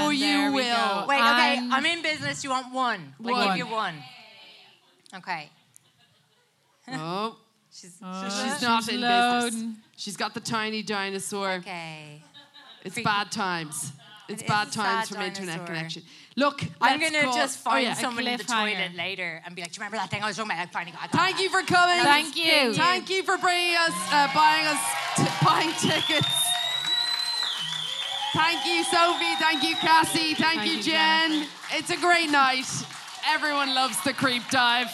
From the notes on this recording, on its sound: LIVE at the lighthouse